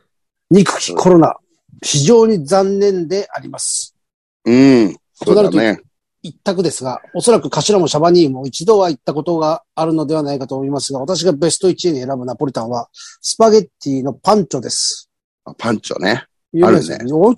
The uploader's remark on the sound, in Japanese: ZOOMで収録